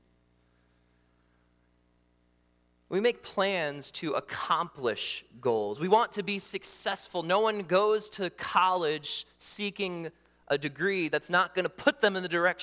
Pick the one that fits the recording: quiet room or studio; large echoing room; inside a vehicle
large echoing room